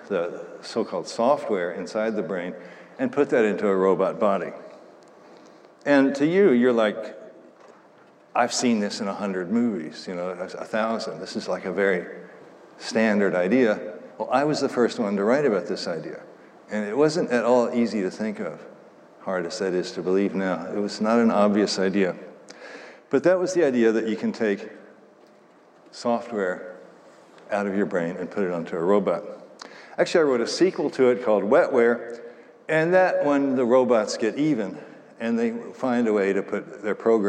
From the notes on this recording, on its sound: Talk at the IOHK Summit conference in Miami Beach.